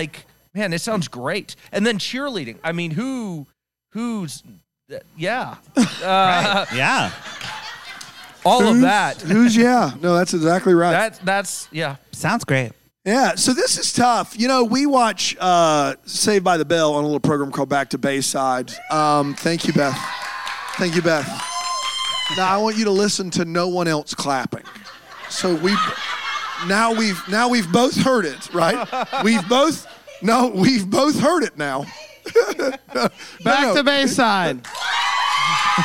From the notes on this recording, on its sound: LIVE from Bramble Fest. The first ever LIVE Deck the Lifetime Uncorked.